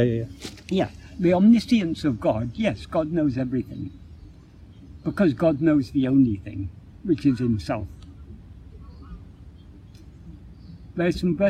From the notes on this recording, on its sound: Filmed in Hyde Park, London. The impromptu discussion was recorded on an iPad without the use of external microphones, so this affected the audio quality.